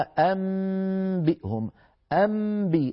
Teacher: الشفتان انطبقتا على ميم تباعدتا عن باء، يعني ارتفاعة واحدة عن الحرفين مشبهة للإدغام